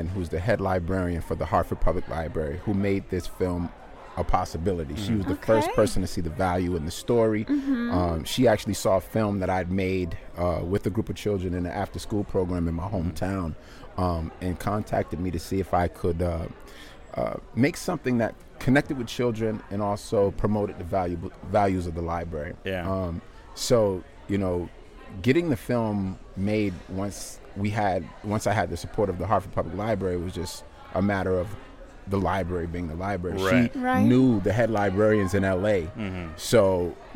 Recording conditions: busy venue